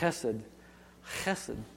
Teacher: There's a little K sound that comes there, but you're not trying to say K. You're just trying to say H.